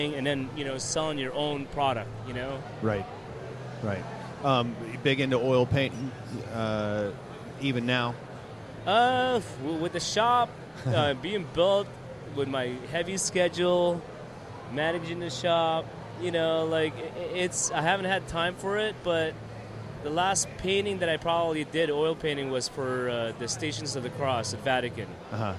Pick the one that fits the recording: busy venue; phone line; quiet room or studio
busy venue